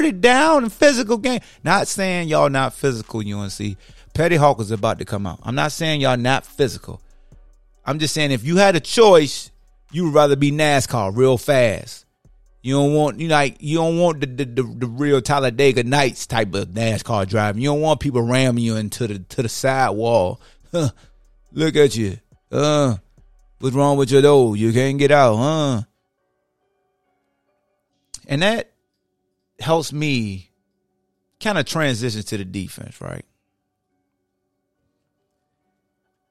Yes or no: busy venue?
no